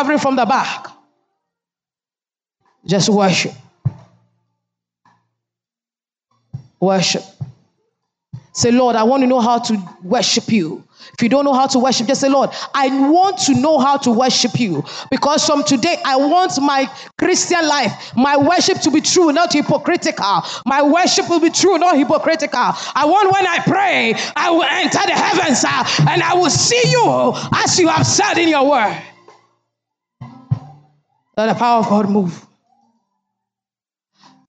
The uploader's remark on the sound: Sermon preached at CBC, Adabraka Campus